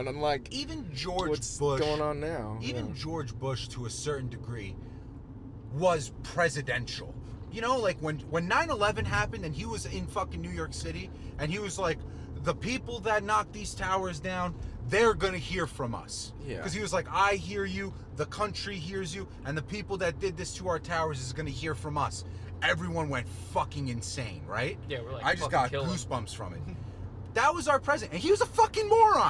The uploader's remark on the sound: Whatever else pops into their heads while driving. This was recorded in a car so audio quality will have some outside noise. You will know we are in a car.